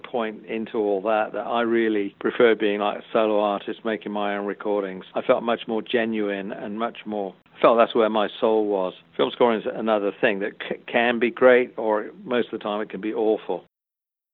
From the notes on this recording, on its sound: speaking with the guitar great by phone